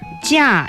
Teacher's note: 价 is the fourth tone, goes down.